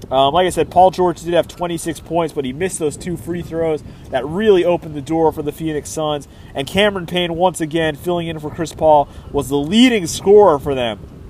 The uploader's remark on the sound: live from Pike and Rose in Rockville, MD